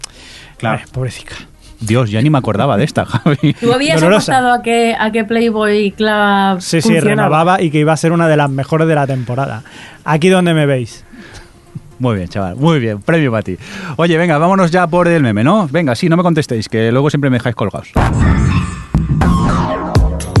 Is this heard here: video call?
no